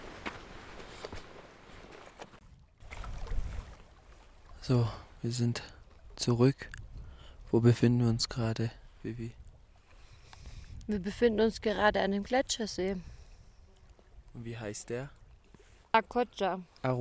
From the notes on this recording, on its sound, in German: Wir haben den Santa Cruz Trek 4 Tage lang durch die Cordillera Blanca gemacht. Wir haben dich einmal live bei unsere Wanderung mitgenommen.